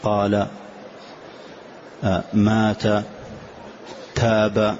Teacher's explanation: فكل حرف من حروف المد الثلاثة هذه تمد مدا طبيعيا بمقدار حركتين، فتقول قال، فما تقول قال ولا تقول قال، وإنما مدا طبيعيا كما هو، قال، مات، تاب.